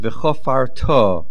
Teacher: the stress is on the To.